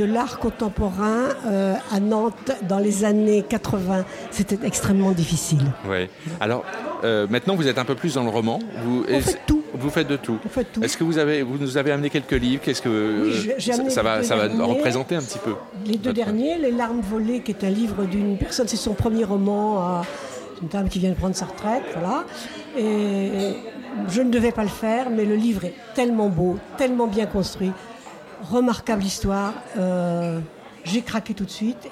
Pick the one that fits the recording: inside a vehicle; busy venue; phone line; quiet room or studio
busy venue